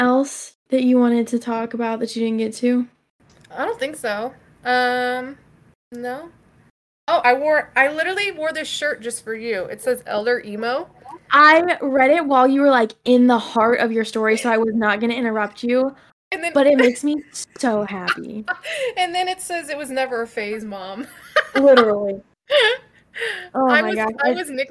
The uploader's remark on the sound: I apologize in advance for the small sound issues we were having, My internet signal was being weird.